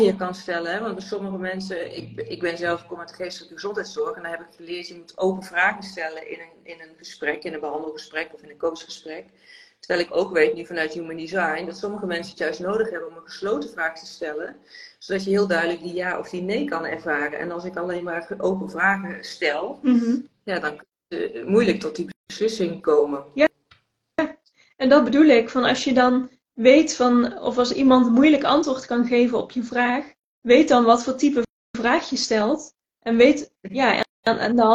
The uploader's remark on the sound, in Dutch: tijdens een live op Instagram